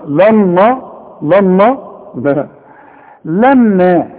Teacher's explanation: نون ساكنة وبعدها نون ادغام، واخد بالك؟ ادغام بغنة، لكن كل نون القرآن مرققة، ما تفصلش.